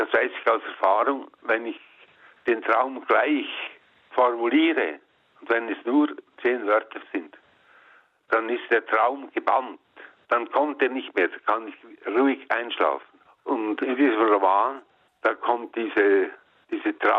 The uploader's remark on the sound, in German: selbstverständlich und wie es sich gehört am Telefon